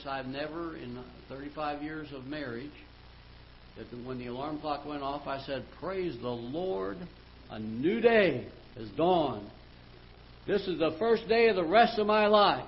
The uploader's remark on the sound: Ketha Heights Baptist Church ~ Live Broadcast.